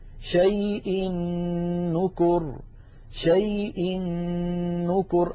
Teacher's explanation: مثال التنوين، شيء نكر، شيء نكر. أيضا أدغم التنوين في النون من نكر فصارا نونا واحدة مشددة لذلك شددت النون من نكر.